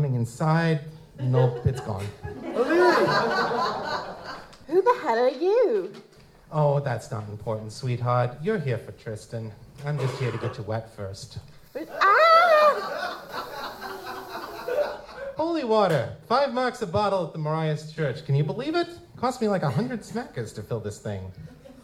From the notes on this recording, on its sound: Metamor City LIVE! at Balticon 50. The live Metamor City audio drama that we performed for Balticon 50.